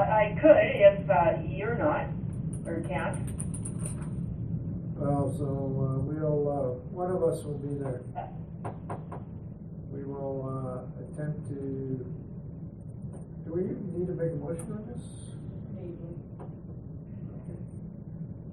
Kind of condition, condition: setting, large echoing room